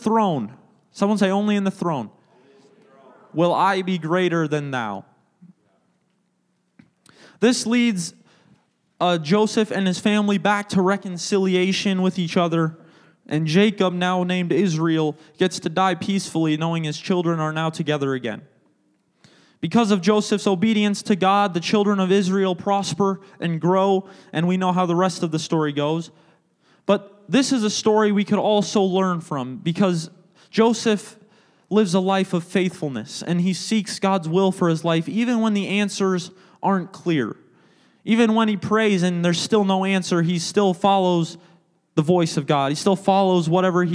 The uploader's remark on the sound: a service recording from Connect Point UPC!